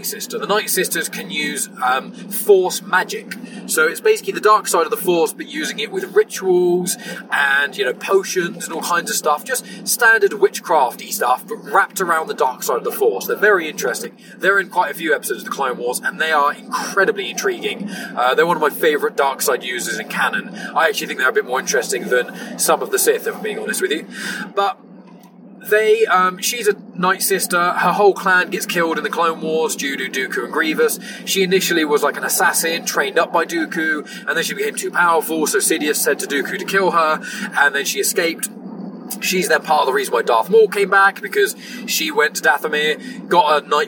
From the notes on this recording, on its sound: Please also note this was recorded in a car so the quality isn't the usual standard!